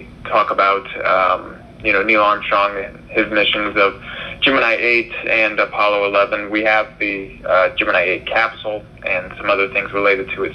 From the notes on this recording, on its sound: for a phone call